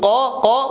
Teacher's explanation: فينبغي أن يتحفظ في نطق حرف القاف إذا جاء متماثلا، فالقاف تخرج من أقصى اللسان مع ما يقابله من الحنك اللحمي